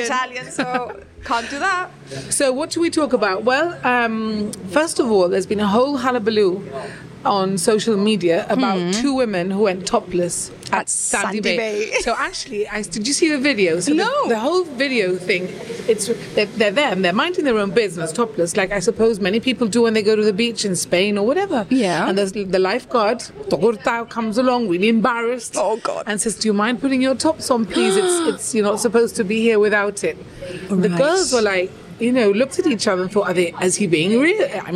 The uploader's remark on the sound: The recording was on the patio of The Eatalian which explains the traffic noise!